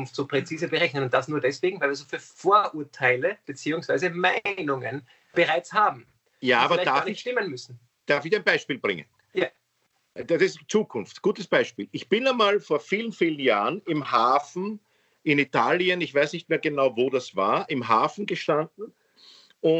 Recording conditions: video call